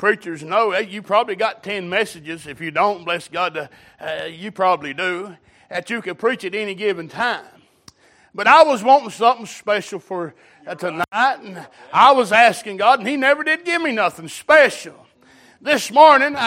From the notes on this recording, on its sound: Recorded December 31, 2022 - Watchnight Service